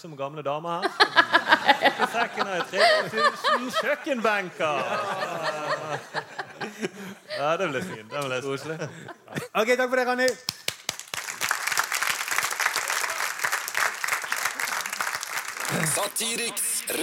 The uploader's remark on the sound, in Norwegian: LIVE fra Edderkoppen Scene. Takk til alle som kom og så på!